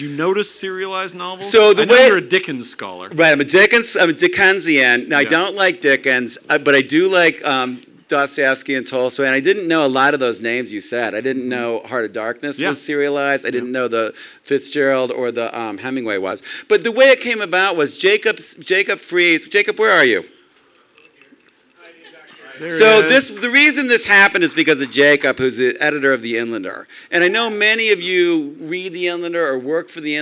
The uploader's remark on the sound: On August 22nd The Inlander hosted a live Miller Cane wrap party at the Big Dipper in Spokane.